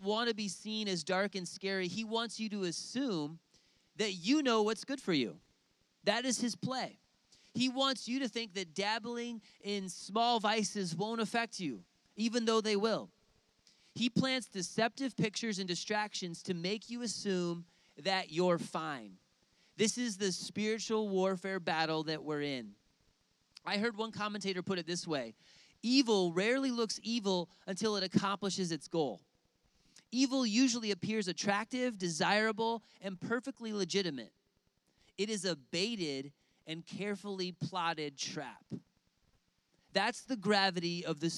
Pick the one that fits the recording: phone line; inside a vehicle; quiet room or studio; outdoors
outdoors